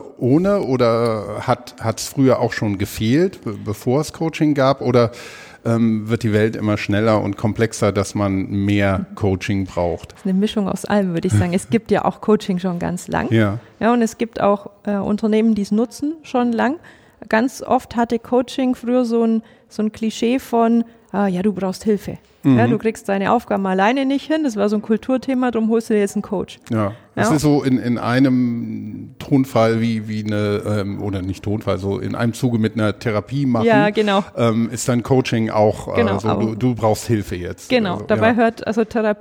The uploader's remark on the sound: Als wir diese Podcastfolge im Januar auf der Learntec in Karlsruhe aufgenommen haben